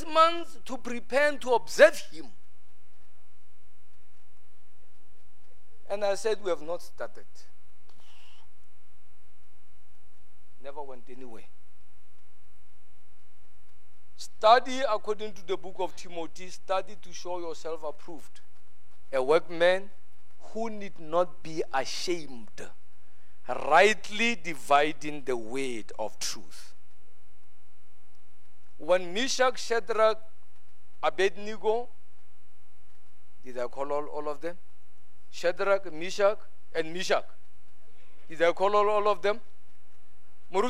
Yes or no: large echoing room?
yes